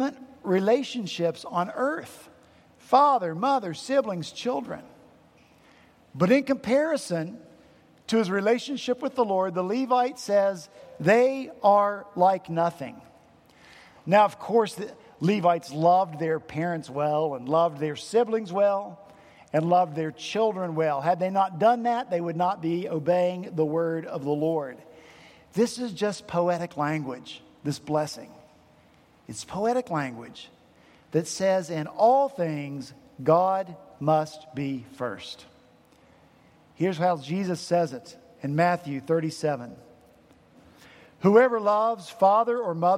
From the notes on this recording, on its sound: at Redeemer Presbyterian Church in Charleston, SC.